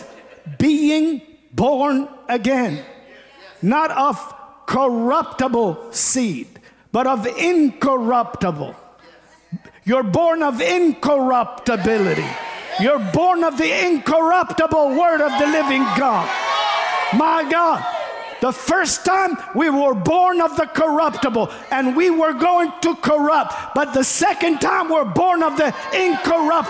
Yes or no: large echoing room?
yes